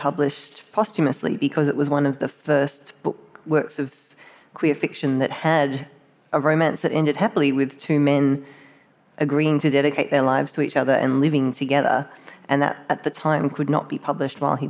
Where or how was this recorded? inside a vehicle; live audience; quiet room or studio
live audience